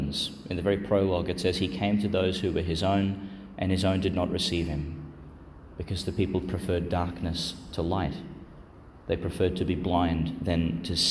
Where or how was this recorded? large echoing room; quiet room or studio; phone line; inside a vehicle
large echoing room